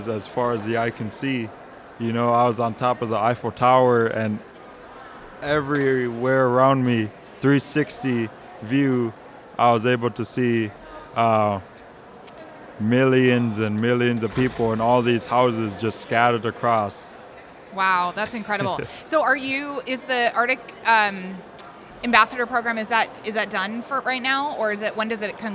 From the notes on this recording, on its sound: we visit the 2018 Alaska Federation of Natives conference in Anchorage